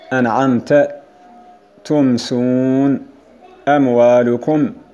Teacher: إخراج الميم الساكنة من مخرجها بصوت مجهور متوسط بين الشدة والرخاوة دون تشديد أو غنة ظاهرة أو سكت أو وقف إذا أتى بعدها أحد حروف الإظهار، وهي الحروف 26 الباقية بعد حرف الإخفاء الشفوي وهو الباء، وحرف الإضغام الصغير وهو الميم المتحركة كما تقدم. · Term: إظهارا شفويا